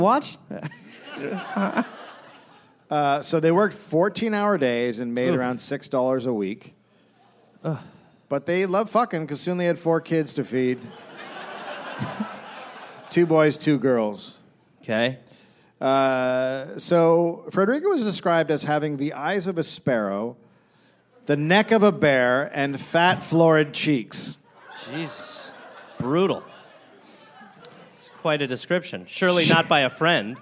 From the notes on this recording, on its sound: live in Brooklyn